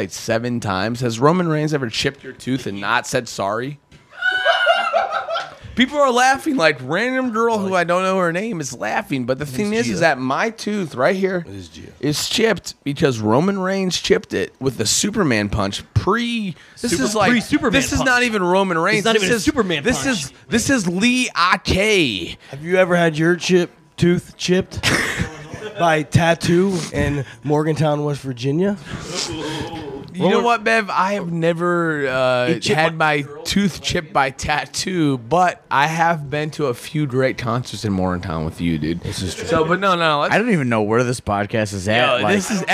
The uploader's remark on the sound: Live from the after after party.